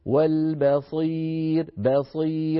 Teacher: لذلك قال جزري وحرف الاستعلاء فخم واخصص الإطباق أقوى، فإذا هنا نقول والبصير بصير، فنرقق الباء ونفخم الصاد